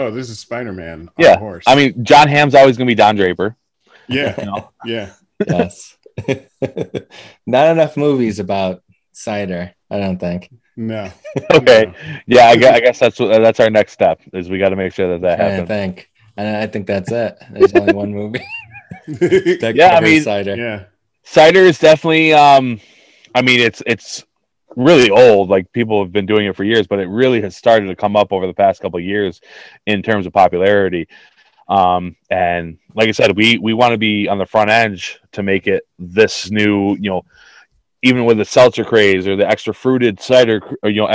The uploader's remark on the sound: Recorded Live on Zoom.